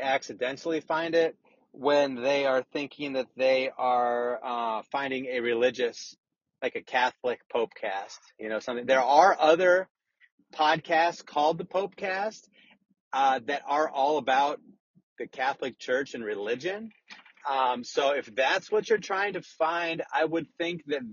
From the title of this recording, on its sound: RECORDED WHILE DRIVING AN AUTOMOBILE!